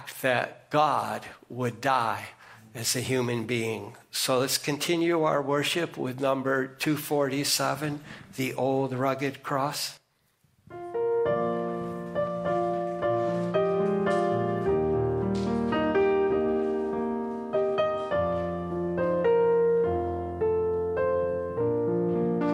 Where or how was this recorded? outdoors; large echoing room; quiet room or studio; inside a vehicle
large echoing room